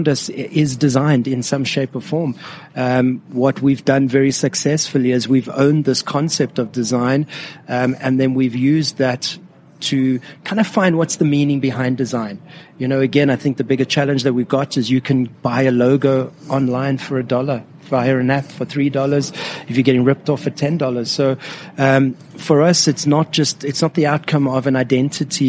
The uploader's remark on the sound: live inside one of their most recent design projects - the “Saint” restaurant in Sandton JHB